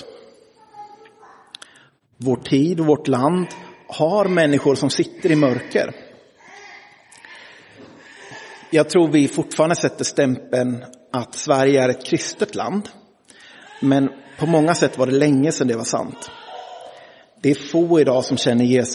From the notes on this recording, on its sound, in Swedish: Inspelad i Roseniuskyrkan den 25 juni 2023.